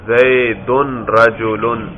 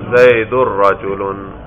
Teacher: یہ تنوین نون ہے، دراصل نون ساکن ہوتی ہے، تو را سے پہلے نون ساکن آیا، اس کو بھی را کر کے را میں ادغام کریں گے · Shown in: second take